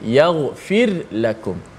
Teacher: bunyi seakan-akan yaghfil lakum sebab apa sebab kita kena hati-hati kerana ra dan lam makhraj ni dekat jadi bunyinya kalau kita tak hati-hati eh, dia bunyi seolah-olah macam ra tu dimasukkan ke dalam lam bacaan imam kita di sini kita baca secara izhar ra tu